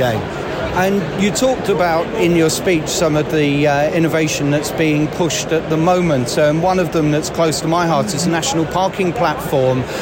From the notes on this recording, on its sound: Day One at Highways UK. On a busy Highways Voices from Highways UK 2023 today. In the podcast from Birmingham's NEC.